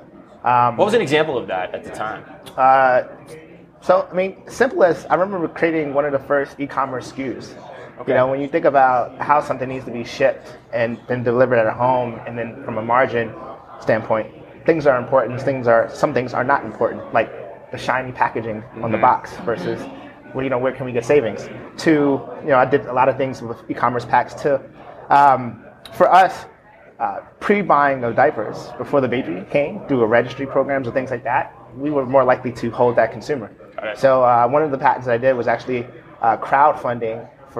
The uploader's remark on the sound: Live from Groceryshop